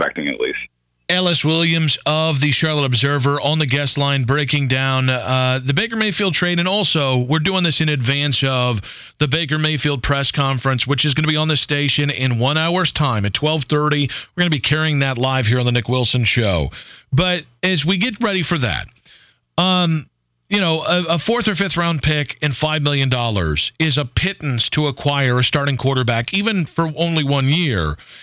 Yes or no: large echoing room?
no